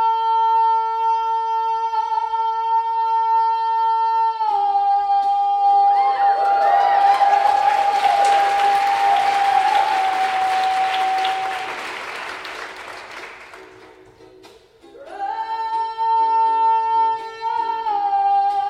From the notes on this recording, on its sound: At a special Reunion and Commencement appearance with all ticket sales going to financial aid. Played the piano and the ukulele and joyfully performed a set of her inimitable songs on the stage in Crowell Concert Hall on the Wesleyan University campus. Fielding questions from a rapt audience of alumni, parents, and students.